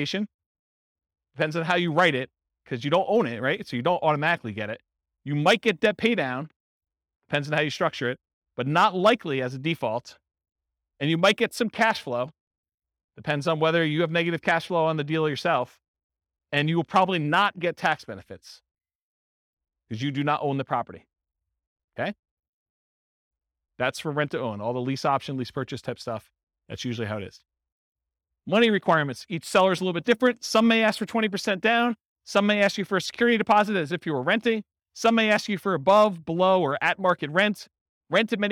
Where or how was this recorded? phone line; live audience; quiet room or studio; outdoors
live audience